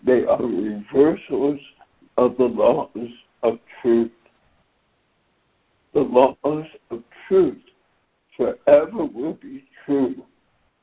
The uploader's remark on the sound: ACIM Daily Conference Call.